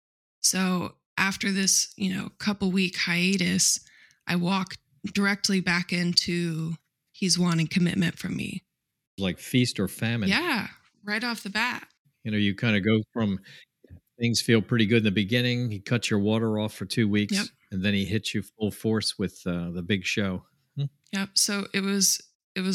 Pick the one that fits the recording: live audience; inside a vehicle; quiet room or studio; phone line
quiet room or studio